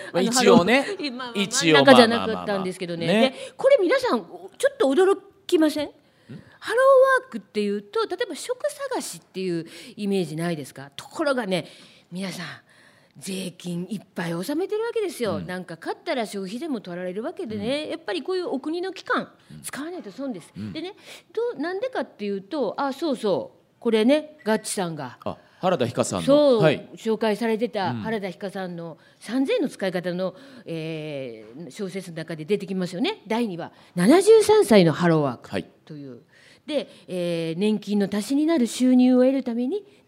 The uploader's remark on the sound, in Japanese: 公開収録